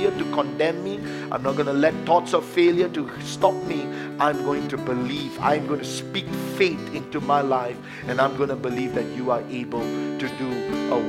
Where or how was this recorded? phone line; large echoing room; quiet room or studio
large echoing room